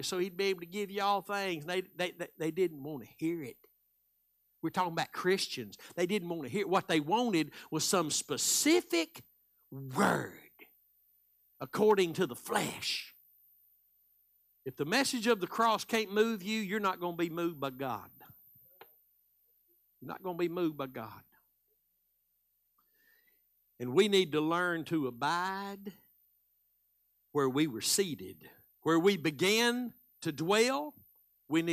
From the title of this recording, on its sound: Live Wednesday Evening Service